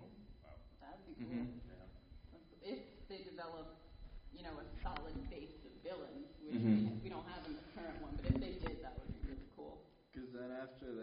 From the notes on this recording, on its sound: participate live at a weekend of panels at Wizard World Philadelphia